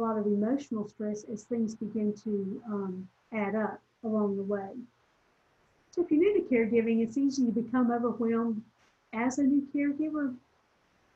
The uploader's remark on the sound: This recording is from a Zoom presentation